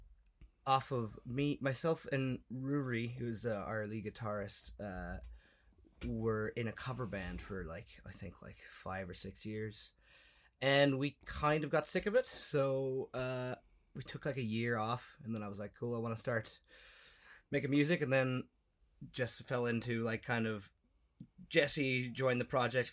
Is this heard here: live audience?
no